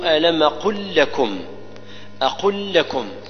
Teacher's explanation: هنا إدغام المتمثلين لم ساكنة جاءت بعدها لم متحركة فننطق بواحدة مشددة